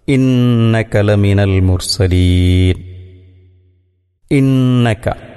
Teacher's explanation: സുക്കൂനുള്ള നൂനിനെ മണിച്ചുകൊണ്ട് ഓതണം